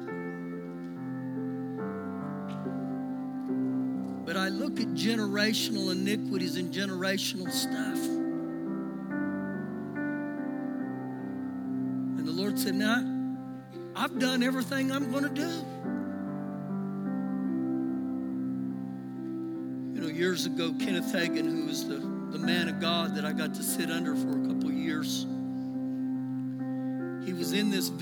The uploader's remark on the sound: Recorded live during our Sunday morning service.